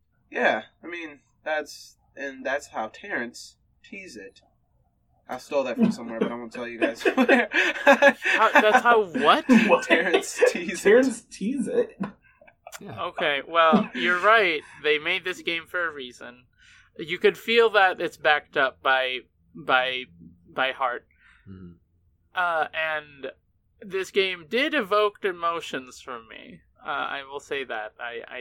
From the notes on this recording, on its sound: Please pardon our minor audio issues this week!